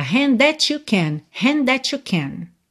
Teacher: O hand com that, você junta num som só. Hand that you, that com you.